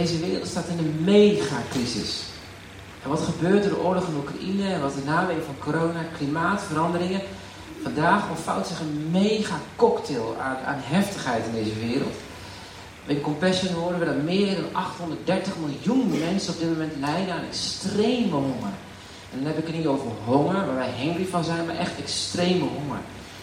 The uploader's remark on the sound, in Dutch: Wegens omstandigheden met een telefoon opgenomen